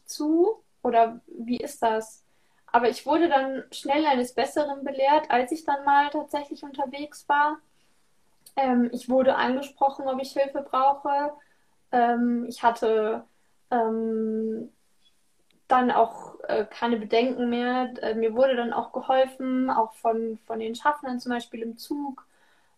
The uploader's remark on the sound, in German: In einem Instagram-Live sprach sie am 27.